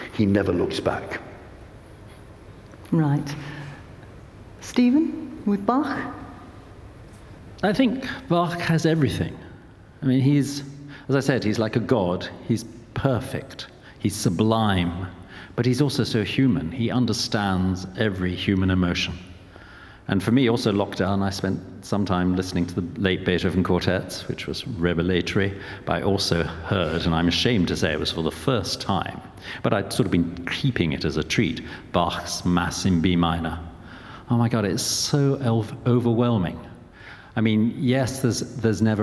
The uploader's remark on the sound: This live event. Intelligence Squared brought to the stage two celebrated figures from the world of music.